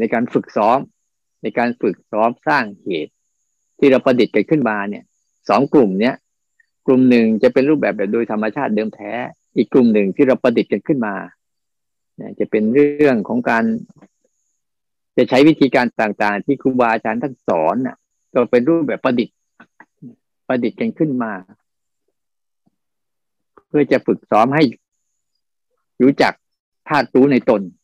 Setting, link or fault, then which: link, video call